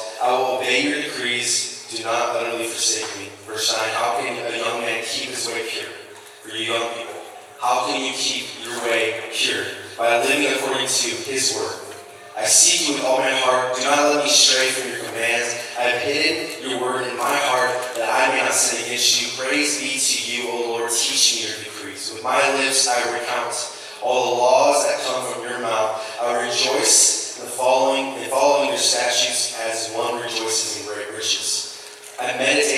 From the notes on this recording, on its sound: Had an issue with the recording so sound quality is not as good. We felt the message was important enough to share even in reduced quality.